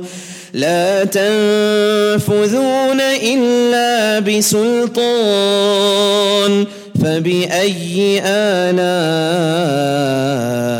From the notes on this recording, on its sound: at the Houghton Masjid (West Street)